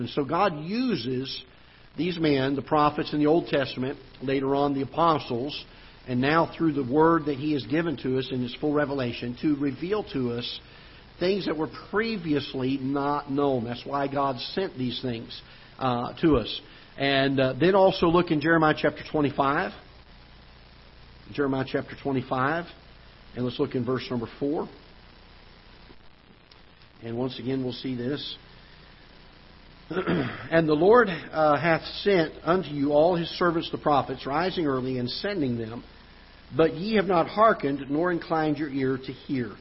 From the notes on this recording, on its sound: Ketha Heights Baptist Church ~ Live Broadcast.